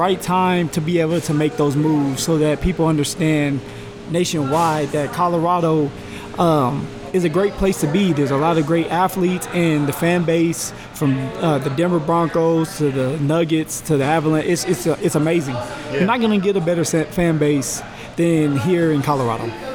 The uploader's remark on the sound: The show was recorded at GQue BBQ, which has five locations in the Denver area.